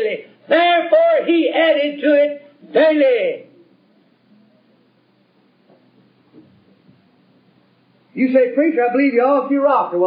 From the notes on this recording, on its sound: This message was preached in 1971 during the constitution of Trinity Chapel Primitive Baptist Church (since renamed Clinton Primitive Baptist Church) in Clinton, Kentucky.